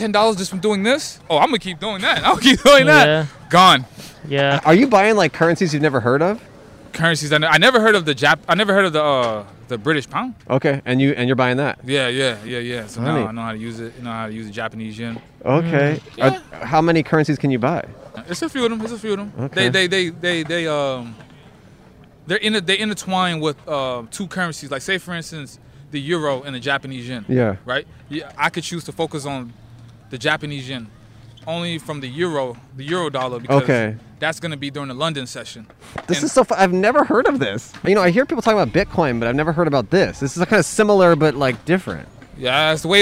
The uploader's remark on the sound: We went outside a COVID-19 vaccination site to chat with folks waiting in the standby line to maybe get extra vaccines at the end of the day. 100 people in line who seemed to really hate us. In front of Kedren Community Health Center in South Central Los Angeles, CA.